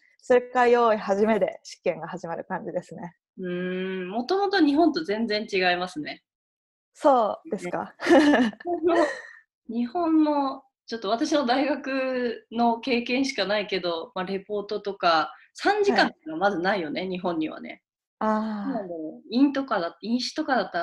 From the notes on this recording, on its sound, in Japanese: 初めてリモート収録を行いました